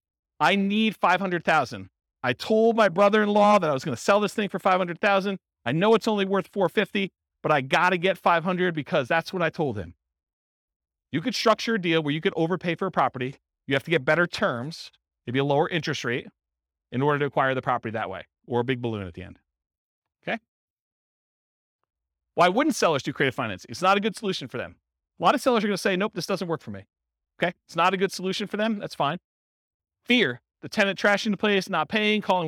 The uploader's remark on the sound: In Plano, Texas. This was a live class recorded to give investors a solid qualitative overview of all the different real estate investing strategies. Live in-person version.